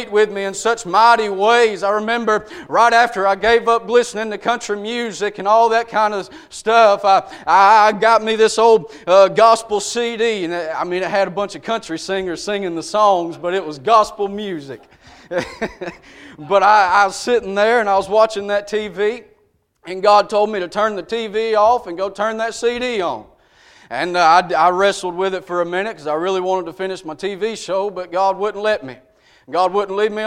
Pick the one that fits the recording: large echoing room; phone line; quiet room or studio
large echoing room